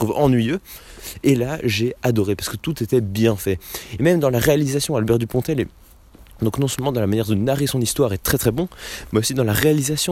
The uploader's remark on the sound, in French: Un épisode que j'ai enregistré dans le froid et la nuit